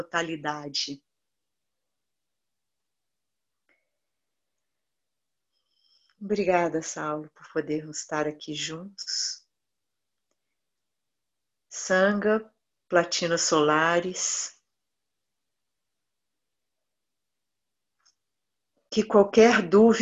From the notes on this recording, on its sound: Online via Zoom